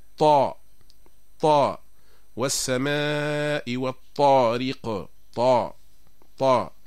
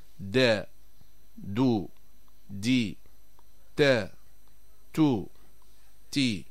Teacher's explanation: ودليلنا من الجزرية هو قول ابن الجزري: والطاء والدال وتاء منه ومن عليا الثنايا، والطاء والدال وتاء منه يعني من طرف اللسان، ومن عليا الثنايا يعني الثنايا الأسنان الأمامية العليا، لكن الاختلاف يكون في مؤخرة اللسان. ففي الطاء ترتفع مؤخرة اللسان ويضيق المخرج، وهذه صفة الاستعلاء · Shown in: first take